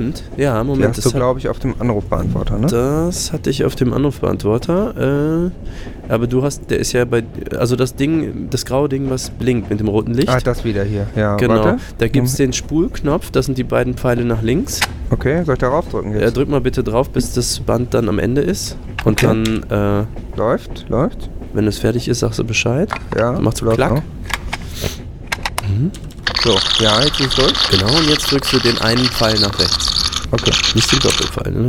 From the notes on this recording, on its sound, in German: Live aus voller Fahrt mit der deutschen Bahn